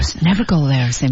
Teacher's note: never 向上抬这个音